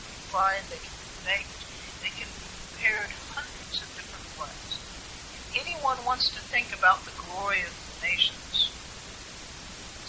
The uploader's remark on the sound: Apologies for the poor audio quality.